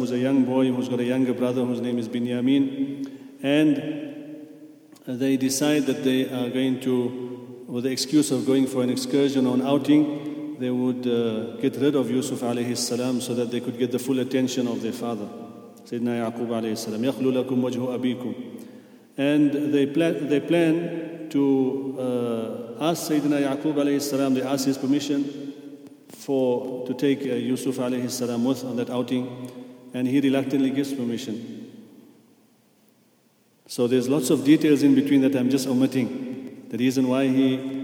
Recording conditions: large echoing room